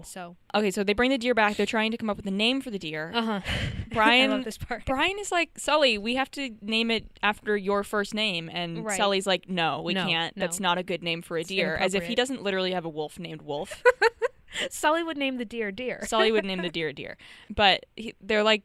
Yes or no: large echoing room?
no